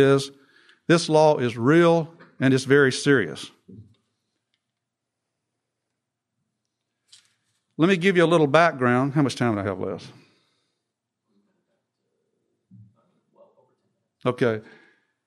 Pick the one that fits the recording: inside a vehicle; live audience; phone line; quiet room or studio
live audience